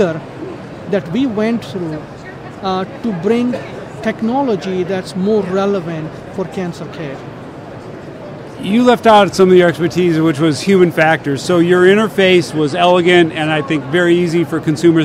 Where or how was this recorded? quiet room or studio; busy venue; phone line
busy venue